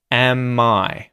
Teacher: we can connect the M in the auxiliary verb am to the I vowel sound.